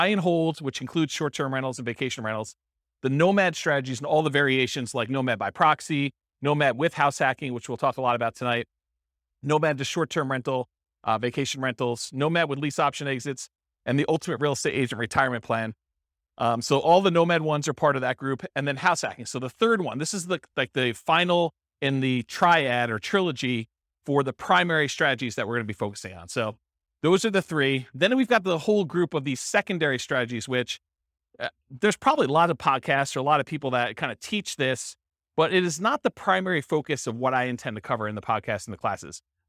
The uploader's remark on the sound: This was a live class recorded.